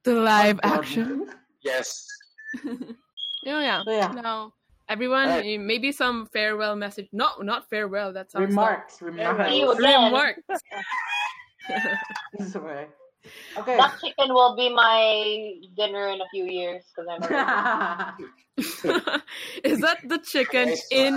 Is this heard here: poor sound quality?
yes